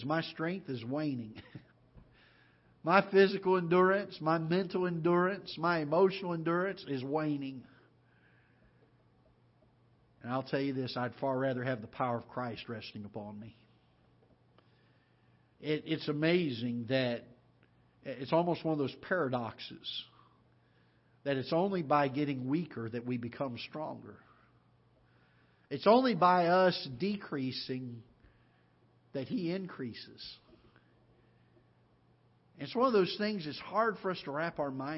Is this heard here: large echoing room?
yes